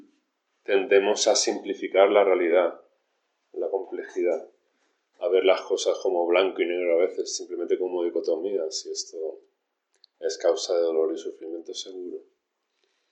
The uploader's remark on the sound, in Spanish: Grabaciones de las cuatro sesiones de enseñanza realizadas durante el retiro de primavera en el templo Luz Serena